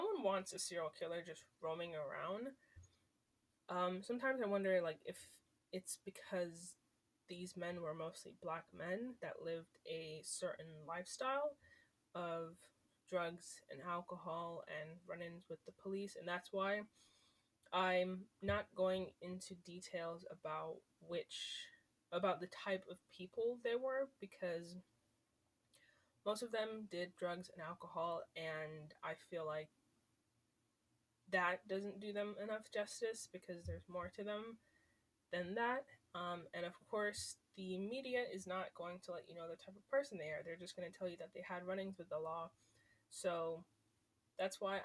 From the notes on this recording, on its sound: sorry for the audio